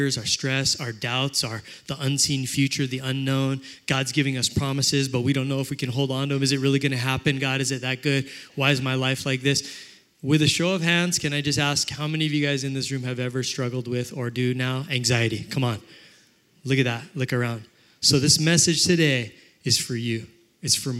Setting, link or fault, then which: setting, live audience